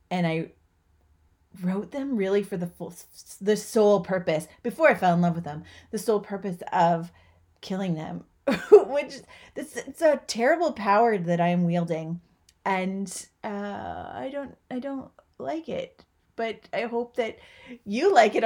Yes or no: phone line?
no